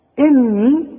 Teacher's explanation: اني بغن النون حركتين وبمد الياء حركتين عند الوقف